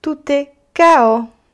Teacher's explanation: I na końcu s nie czytamy, czyli nie będzie chaos, tak jak chaos po polsku, tylko kao.